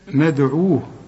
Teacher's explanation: ندعو الدال برضو نقلقل ما دام عليها السكون